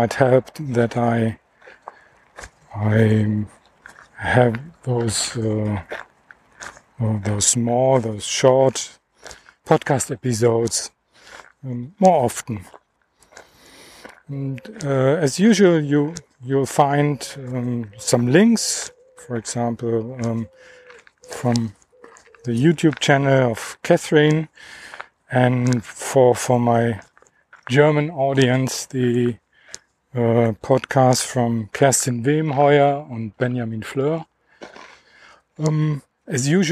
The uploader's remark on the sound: Dog Walk. Just walking and talking. I didn’t edit the recording. You’ll hear all my “hms” and “ähs”.